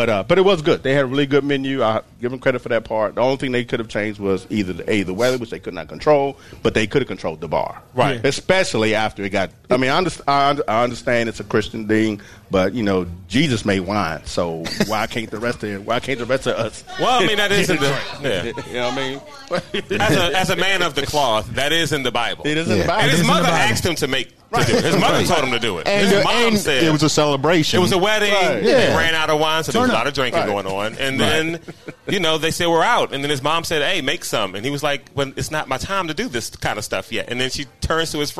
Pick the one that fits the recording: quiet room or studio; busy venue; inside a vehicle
busy venue